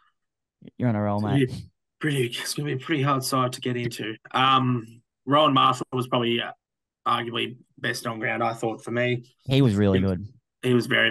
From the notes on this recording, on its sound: the boys had to turn to zoom for this week